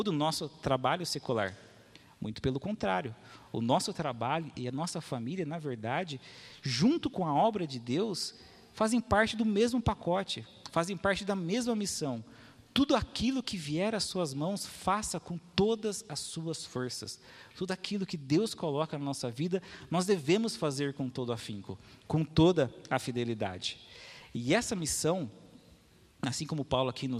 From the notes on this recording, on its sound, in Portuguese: Mensagem gravada na Igreja Batista Jardim Minesota